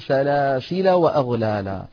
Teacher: أما في حال الوصل فتحذف الألف يعني فنقول سلاسل وأغلالا.